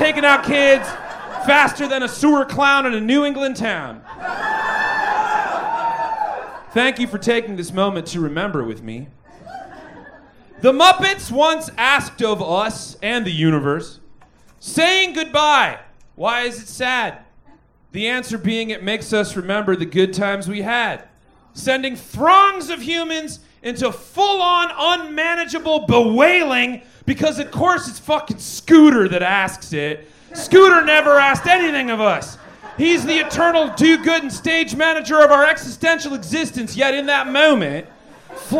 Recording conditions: live audience